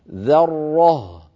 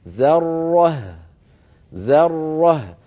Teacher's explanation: لابد من ترقيق الذال والهاء وتبيين الراء المفخمة بينهما هكذا ذرة ذرة. فبعد أن ننطق الراء المشددة المفخمة نعيد الفم إلى شكله الطبيعي فتخرج الهاء مرققة · Shown in: second take